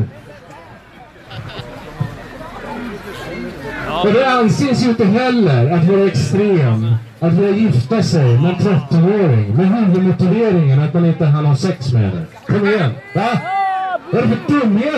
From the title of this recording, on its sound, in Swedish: på Mynttorget 8 december 2018